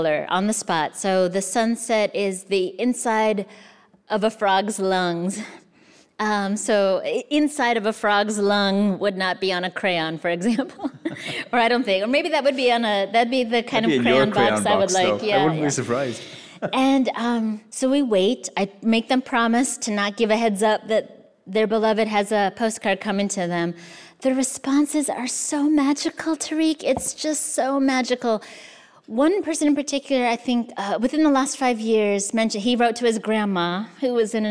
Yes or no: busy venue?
yes